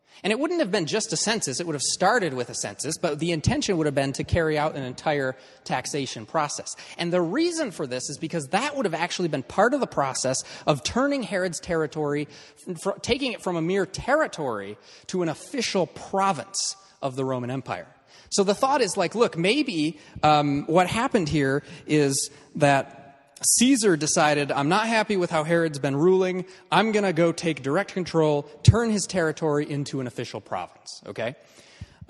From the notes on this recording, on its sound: This is a recording of the week 3 of Part 1 of our in-person course